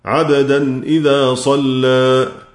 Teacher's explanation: إلا أن ورشا رحمه الله تعالى كما سيأتي له في رؤوس الآية التقليل قولا واحدا، ولا يجتمع التقليل مع التغليظ، فيجب لمن يقرأ لورش أن يرقق اللام مع التقليل